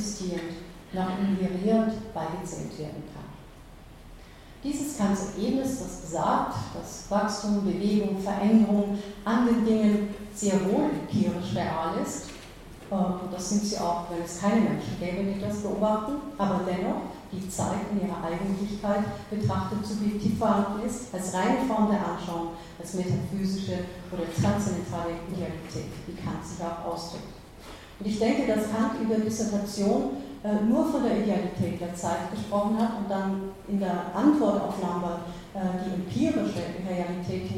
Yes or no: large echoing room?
yes